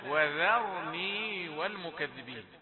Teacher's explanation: ذرني ذال مرققة يليها راء مفخمة، فلا تقل وذرني وذرني، لأن الحرف المفخم غالبا هو الذي يسيطر على جيرانه، فلا تقل وذرني، لكن قل واو رقيقة وذال رقيقة ثم تأتي الراء مرققة.